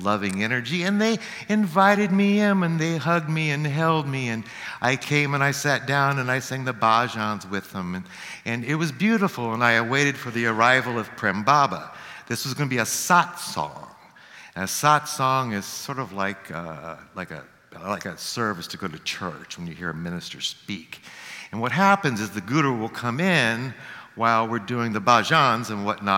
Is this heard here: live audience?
yes